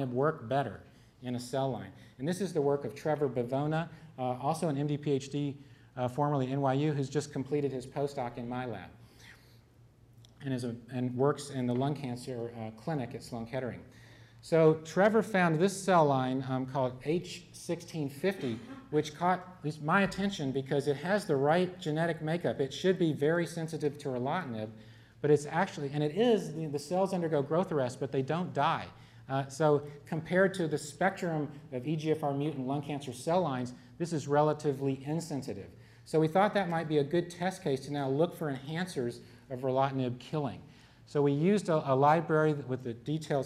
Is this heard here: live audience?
yes